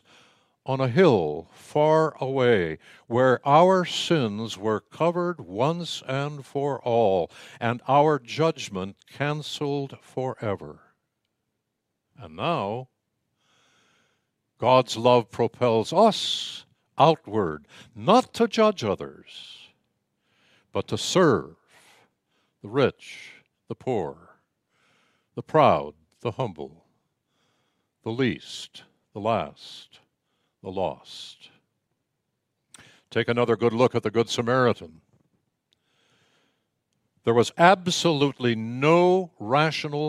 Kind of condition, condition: setting, large echoing room